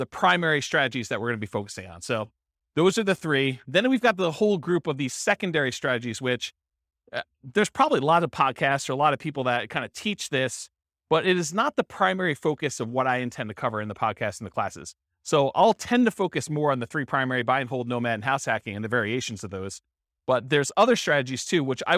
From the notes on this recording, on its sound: This was a live class recorded.